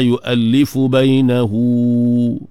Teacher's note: masilah qasirah, dua harakah di situ.